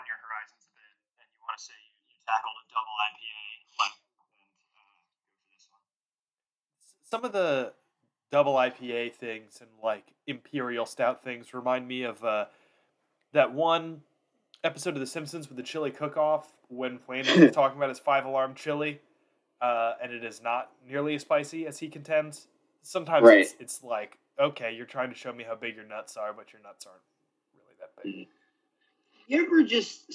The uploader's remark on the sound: New Computer Ate the Audio Quality